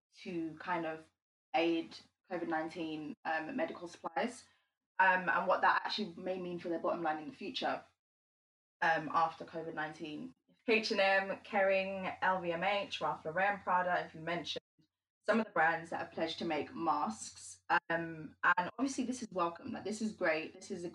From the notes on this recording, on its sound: we went on Instagram Live and let our listeners join the conversation